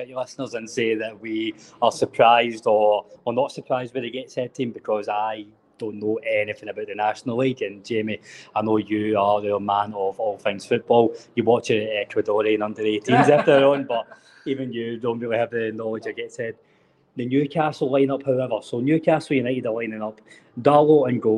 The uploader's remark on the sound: live from the Gateshead International Stadium!